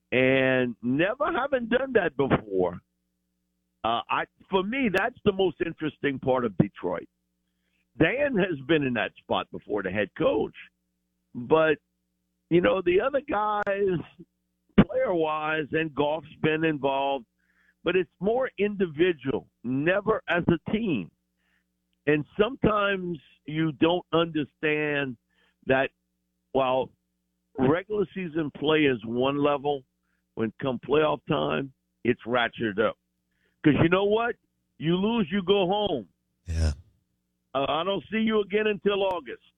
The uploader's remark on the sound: Joins the show on the Farm Bureau guest line talking about all things NFL live in the BankPlus Studio.